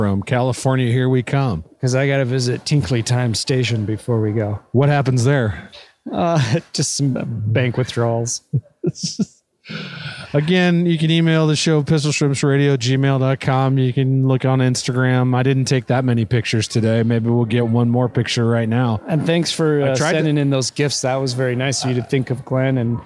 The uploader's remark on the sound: as they walk a local mall